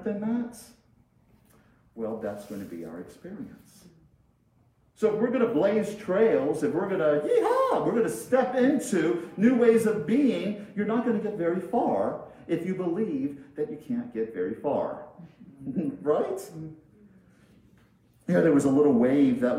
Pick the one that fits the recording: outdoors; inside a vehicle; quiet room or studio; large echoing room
large echoing room